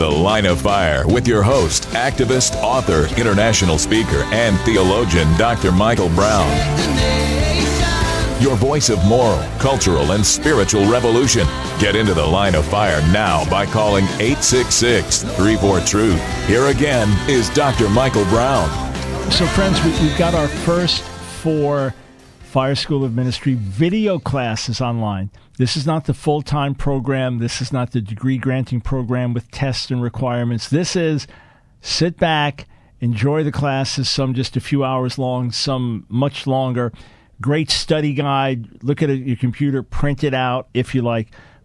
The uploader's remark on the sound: Takes Your Calls Live from New York City